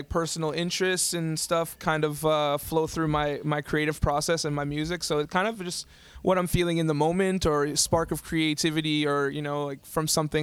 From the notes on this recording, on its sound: live from the Skywalk in Portage Place, Winnipeg, Manitoba